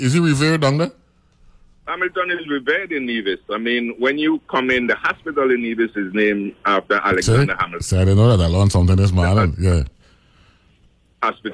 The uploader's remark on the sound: briefly speaks on the phone